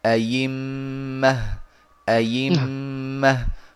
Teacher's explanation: أنهم يبدلون الهمزة ياء مكسورة فيقولون أيمه أيمه ولكن هذا الوجه لا يصح من طريق الشاطبي · Term: إبدال